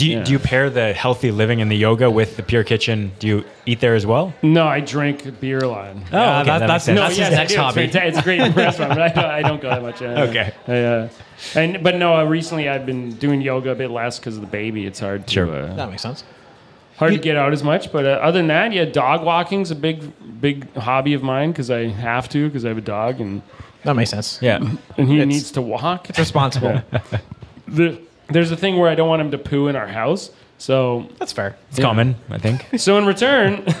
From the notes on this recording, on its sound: Live from Backdrop. We recorded live with two guests. Special thanks to Poppa Bean Coffee and Backdrop Restaurant for the awesome coffee and for hosting the live show!